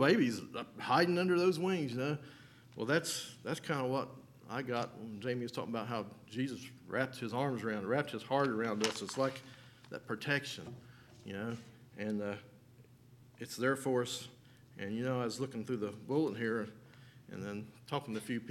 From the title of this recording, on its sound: LIVE Services at Sunshine